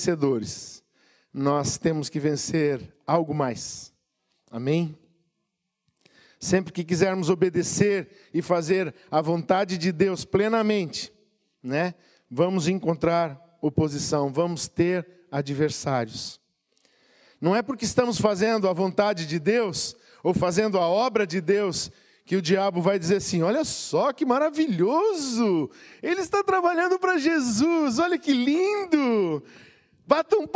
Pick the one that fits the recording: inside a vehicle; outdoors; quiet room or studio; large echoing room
large echoing room